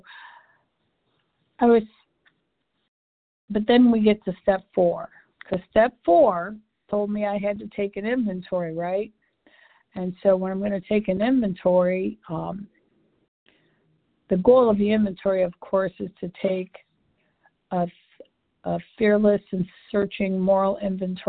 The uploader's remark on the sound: 100 Pounders Phone Meeting